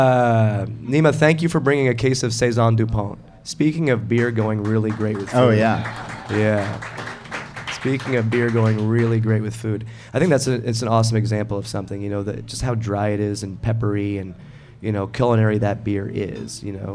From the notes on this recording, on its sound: Bonn Place Brewing in Pennsylvania. It’s a special episode, recorded at the brewery in front of an enthusiastic crowd.